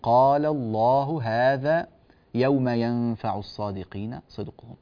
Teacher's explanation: أتينا بحركتين في الألف في الواو في الياء · Term: المد الطبيعي